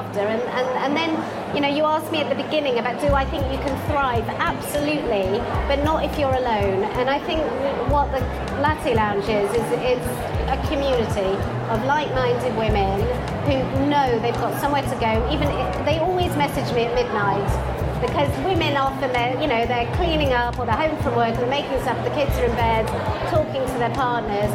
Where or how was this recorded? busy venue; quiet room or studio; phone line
busy venue